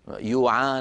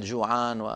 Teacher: قلب الجيم ياء كما في شرق الجزيرة العربية لما يقلبون الجيم ياء في الكلام · Shown in: first take